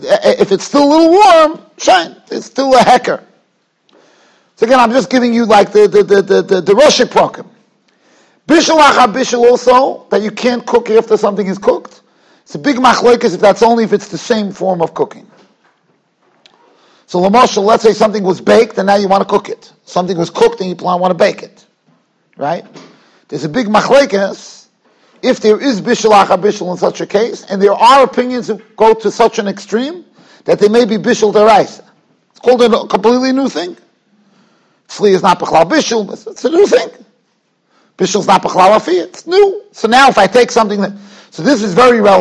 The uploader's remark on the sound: Shiur recorded in Yeshivas Ohr Reuven, Monsey, NY.